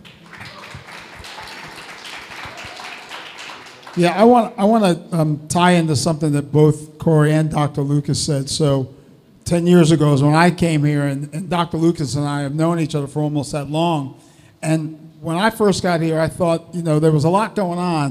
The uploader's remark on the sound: Live podcast recording of the NoPixAfterDark conversation series at the Baltimore Peninsula!